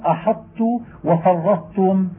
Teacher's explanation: الطاء إذا سكنت قبل التاء في كلمة لم يحسن إلا الإدغام وقبح الإظهار